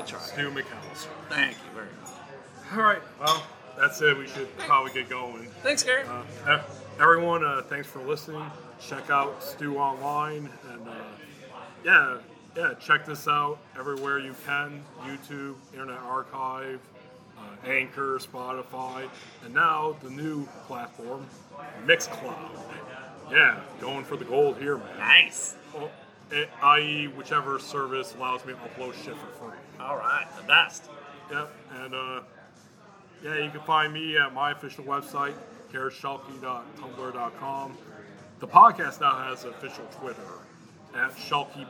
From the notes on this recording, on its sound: Recorded at Harmony Brewing Company in Grand Rapids, Michigan, on Sunday, October 20th, 2019.